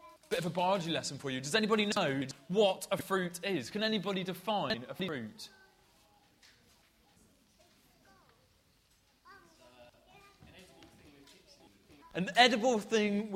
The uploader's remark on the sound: This talk was broken into 3 parts throughout the service, separated by songs, games and puppets! Preached at Colchester Road Baptist Church, Ipswich.